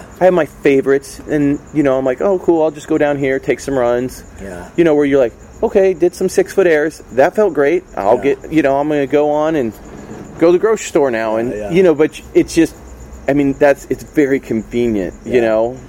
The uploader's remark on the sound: sat outside his shop 'Hunt & Gather' in San Diego